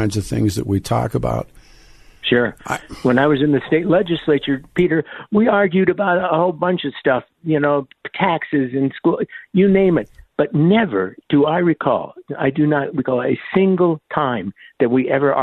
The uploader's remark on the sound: open phone lines